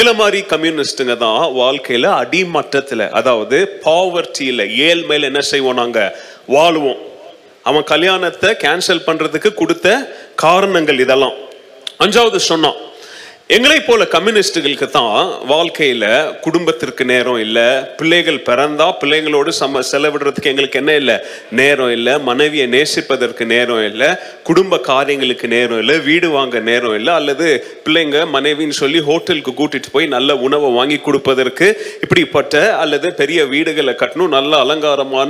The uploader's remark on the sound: Mission Sunday Second Service Sermon Live.